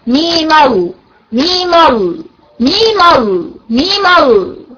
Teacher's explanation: الوجه الثاني اللي في الوسط بنمد اللام ستة وبنمد الميم ستة وبنحرك الميم الأخرانية بالفتح ونوصلها، ومن هنا بيسقط همزة الوصل، همزة الوصل دي تسقط، همزة الوصل دي تسقط، فبقى الميم هتدخل على اللام على طول